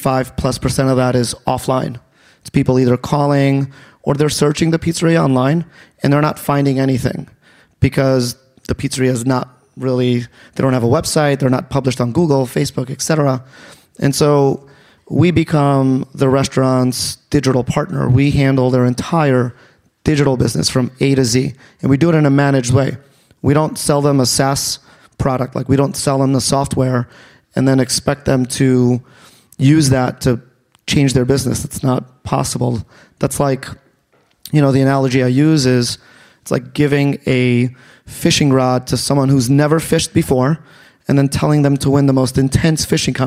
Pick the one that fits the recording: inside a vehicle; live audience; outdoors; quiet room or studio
live audience